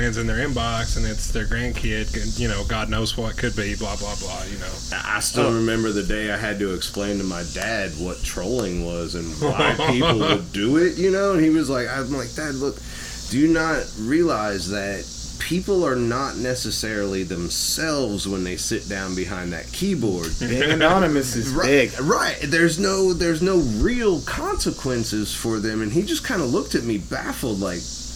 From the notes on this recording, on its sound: We recorded this on a back porch, so yall are gonna get all the nature noises on top of the banter.